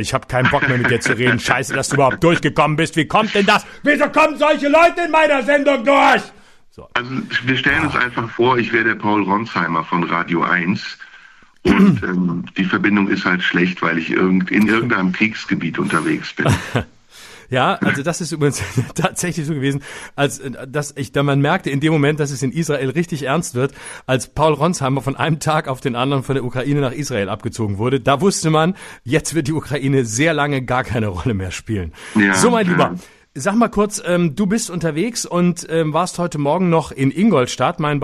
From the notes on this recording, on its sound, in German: Aufgrund diverser Hotel-Widrigkeiten in mehreren Städten nun per Telefon zugeschaltet ist.